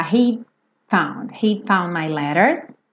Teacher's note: Esse D não aparece, já vai direto pro F